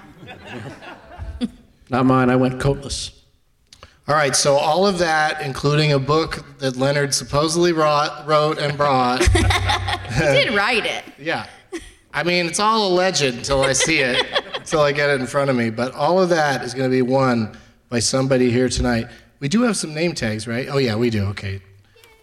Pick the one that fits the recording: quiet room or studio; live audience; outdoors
live audience